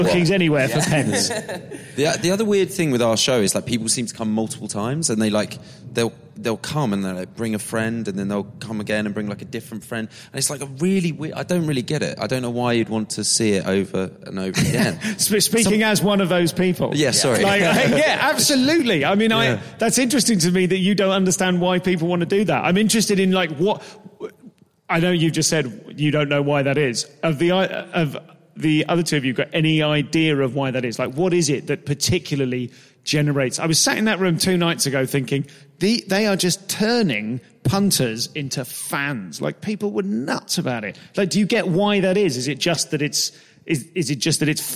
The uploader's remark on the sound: Live at Vault Festival. We talk live in a dank cellar.